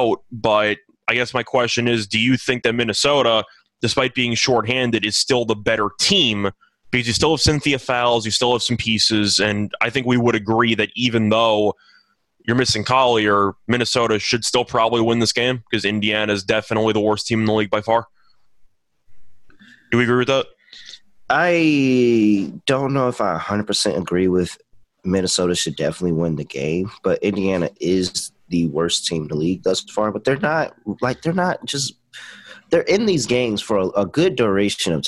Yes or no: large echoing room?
no